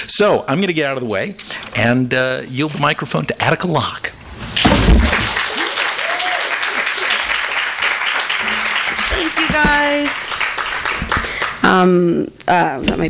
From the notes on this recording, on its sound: THIS EVEN WAS RECORDED LIVE AT SKYLIGHT BOOKS SEPTEMBER 24, 2012.